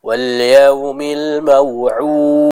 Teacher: Nah, jangan tanggung ya, tapi harus dikuatkan bacaan qalqalahnya. · Term: qalqalah kubra